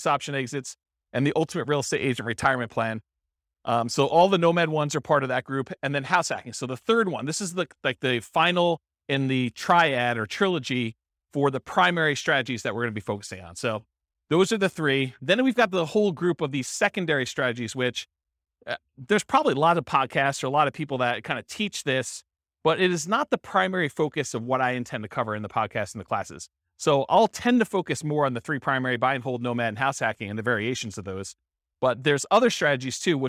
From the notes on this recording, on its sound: This was a live class recorded